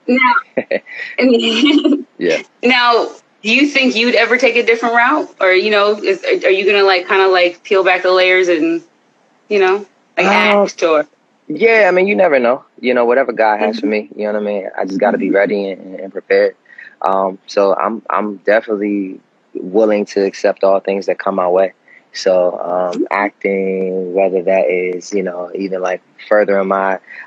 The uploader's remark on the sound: a special Instagram Live #WFH edition